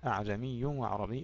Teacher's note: هشام إذن يقرأها بهمزة واحدة